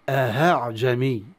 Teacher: فلو أنت قرأت في رواية حفص ب يعني سهوا أو بعدم دراية إحدى هذه الذي قرأتها، فهذا يدخل في رواية ثانية، ولكن بعض الطلبة يقرأ بأشكال أخرى، يعني من صور الخطأ الذي يقرؤون في هذه الكلمة أهاعجمي بالهاء، إبدال الهمزة إلى هاء ظنا إن هذه همزة مسهلة، هكذا بهذه الطريقة تنطق، نعم، وهذه من الأخطاء.